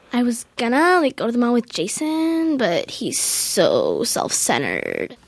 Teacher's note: somewhere between halfway and the very end of the phrase, something happens to their voice as if they had a catch in their throat